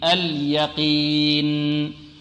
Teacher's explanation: القاف في أقل مراتب التفخيم